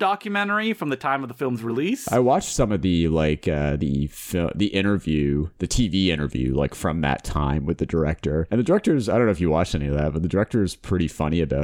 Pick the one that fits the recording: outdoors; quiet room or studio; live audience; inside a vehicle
quiet room or studio